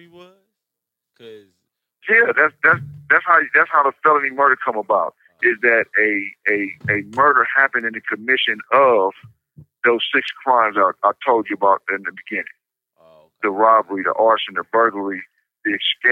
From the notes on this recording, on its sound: we also have a call in from a friend of the YARD